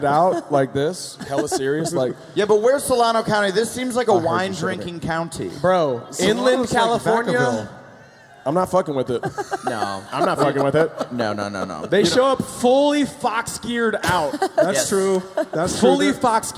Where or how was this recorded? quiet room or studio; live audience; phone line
live audience